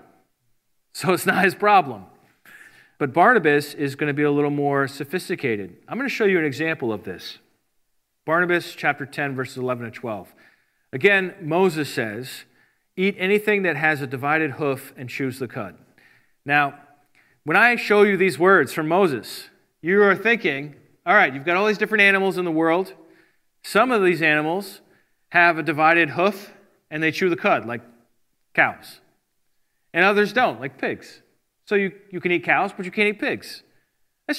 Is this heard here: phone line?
no